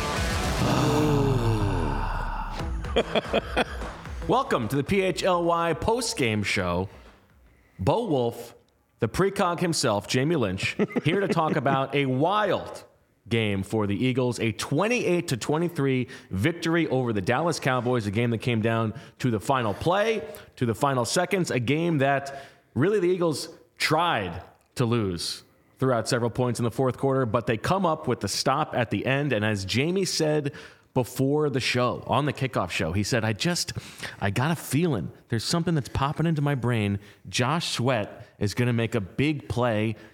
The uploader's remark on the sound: joins them live from LINC after making his way through the locker room